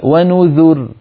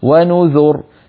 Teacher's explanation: الراء الساكنة المضموم ما قبلها يوقف عليها بالتفخيم · Shown in: second take